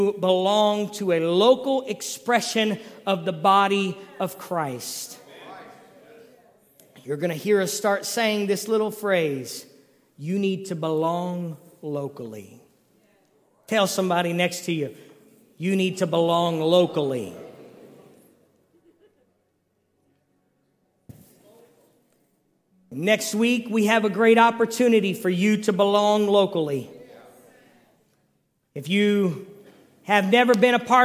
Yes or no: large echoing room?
yes